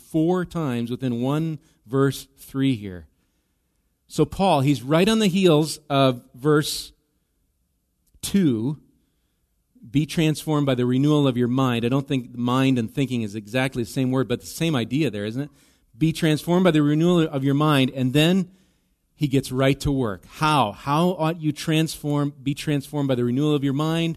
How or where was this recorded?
large echoing room